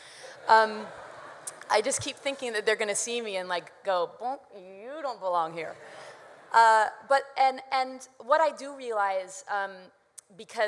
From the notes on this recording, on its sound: Recorded at the 2007 International Achievement Summit in Washington, D.C.